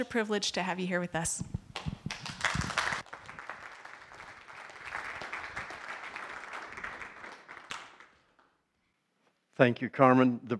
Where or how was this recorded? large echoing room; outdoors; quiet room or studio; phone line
large echoing room